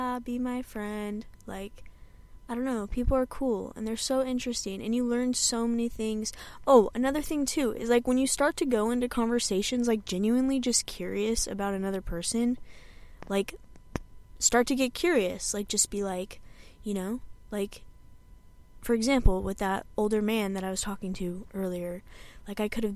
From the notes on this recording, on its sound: i sit in my car, drink my coffee